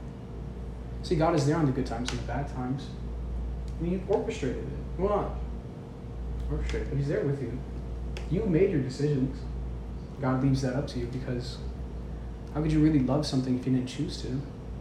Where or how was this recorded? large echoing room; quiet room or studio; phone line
large echoing room